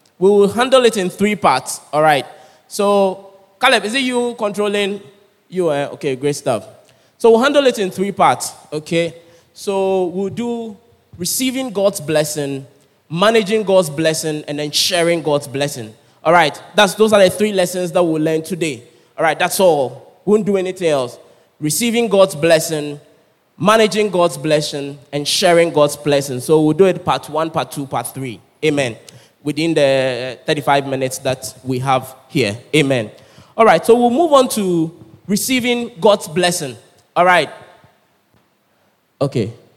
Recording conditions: large echoing room